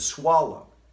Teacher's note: That last syllable of swallow was almost inaudible